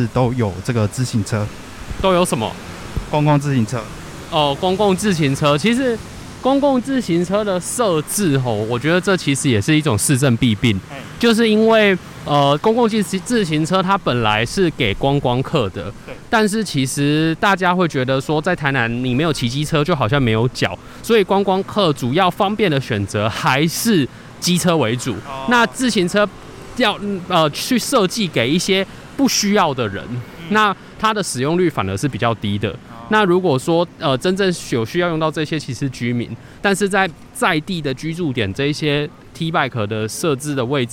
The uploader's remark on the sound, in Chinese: 本集分兩個片段，包含室內錄音與室外走訪，故音質有所差異，敬請見諒。